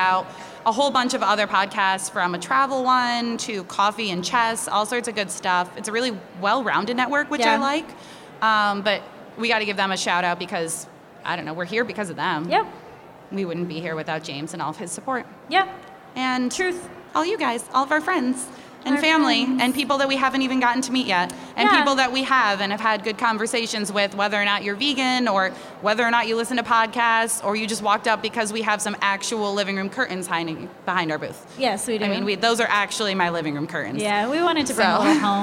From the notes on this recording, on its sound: Live at Hudson Valley Vegfest! We're going live with our very first in front of an audience of humans recorded episode.